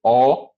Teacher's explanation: Ômicron, o som de O, bem aberto.